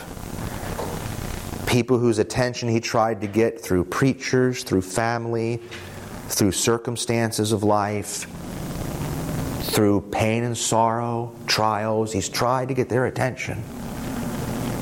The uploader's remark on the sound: this presentation from the evangelistic innovation track at the 2023 Propel Conference